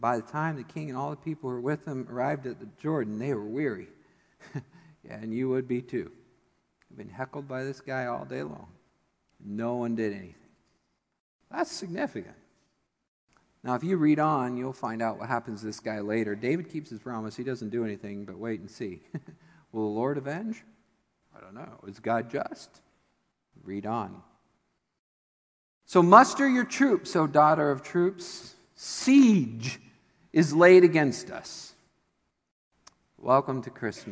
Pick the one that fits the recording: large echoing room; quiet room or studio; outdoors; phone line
large echoing room